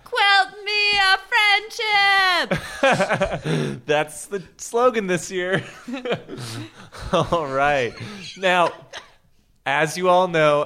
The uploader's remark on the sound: Recorded live at the Kickstand Comedy Space in Portland, Oregon.